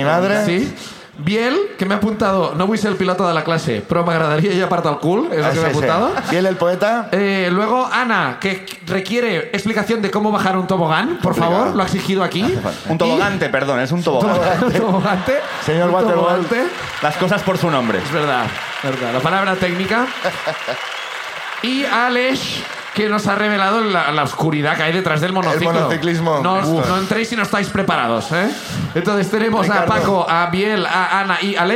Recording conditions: live audience